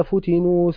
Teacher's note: وقرأ الإمام ابن عامر فتنوا بفتح الفاء والتاء